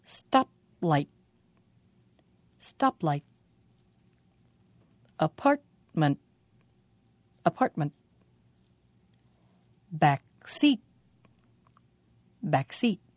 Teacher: You can hear a stop in the middle of the word and again at the end. Stop light.